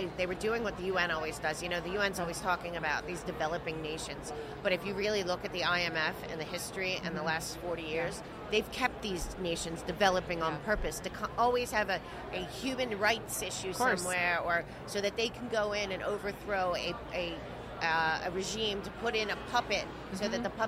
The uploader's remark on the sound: Podcast at AmFest